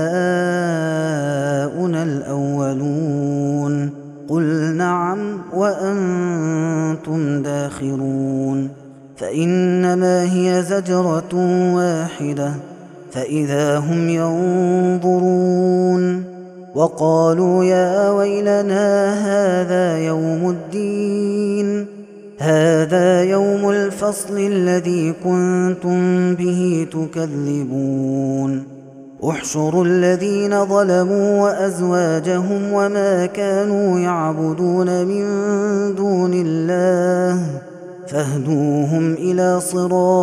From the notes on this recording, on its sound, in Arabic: هذا التسجيل من صلاة التراويح. Ramadan 2021.